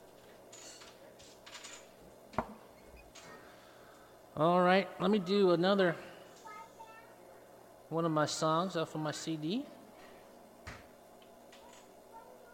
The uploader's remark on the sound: Apex NC. Plays acoustic music live at Pheasant Creek Coffee.